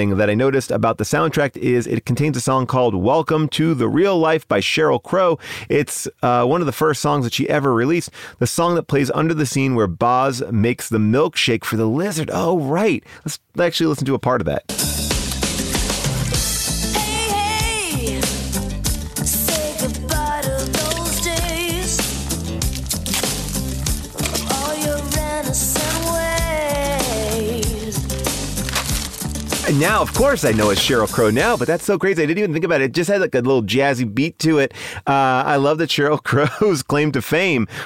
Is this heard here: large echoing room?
no